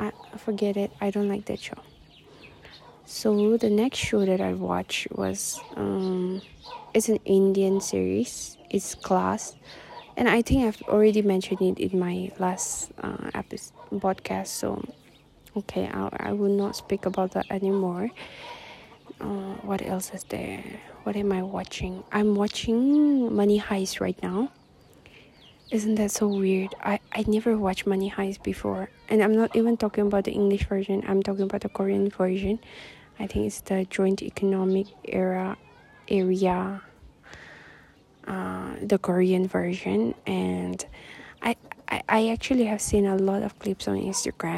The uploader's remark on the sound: Also forgive the windy episode